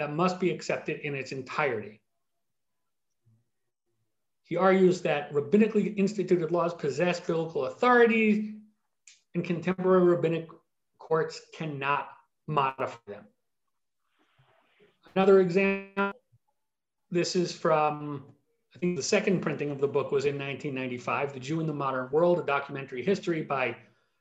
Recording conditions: video call